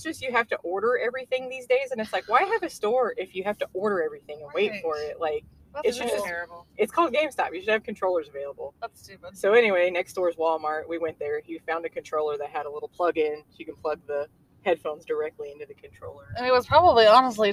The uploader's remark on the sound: As we record on the way to Maple Leaf Festival!